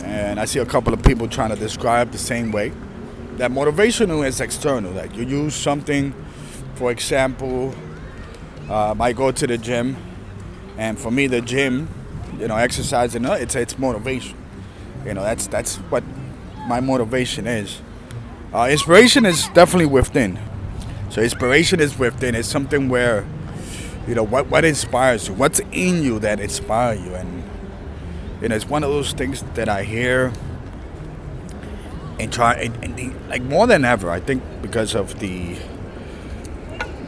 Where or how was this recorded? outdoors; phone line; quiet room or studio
outdoors